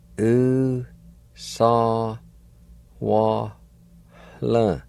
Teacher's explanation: there's going to be a faint H sound or an aspirated sound between the A and the L toward the end of the word